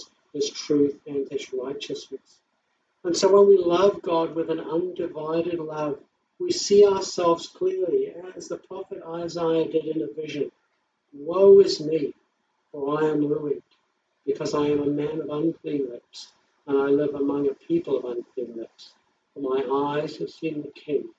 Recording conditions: poor sound quality